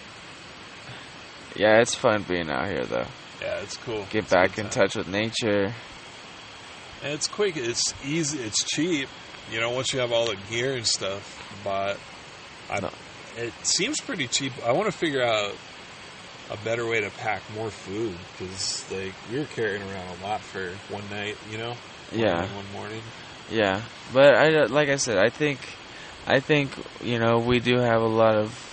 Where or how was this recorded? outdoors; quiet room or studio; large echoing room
outdoors